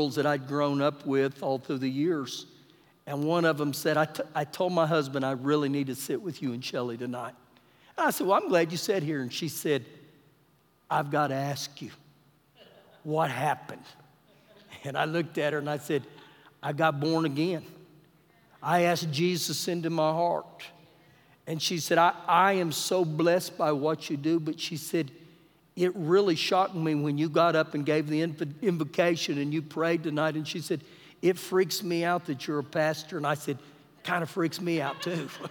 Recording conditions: live audience